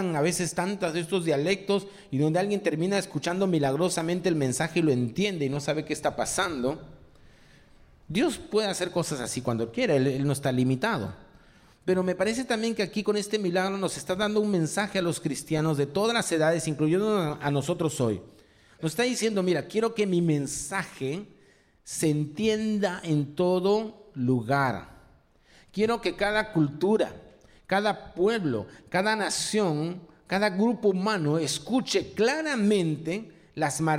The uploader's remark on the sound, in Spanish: presentado en vivo el domingo 23 de abril de 2023